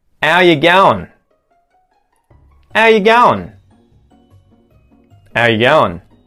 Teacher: if we want to sound really broad in terms of our pronunciation, we can remove the H from the front of the word how. So now we can say, how you going?